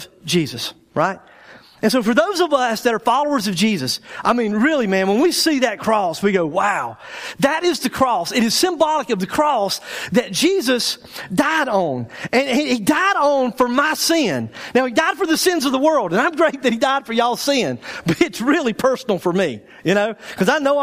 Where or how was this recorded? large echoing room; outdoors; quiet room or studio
large echoing room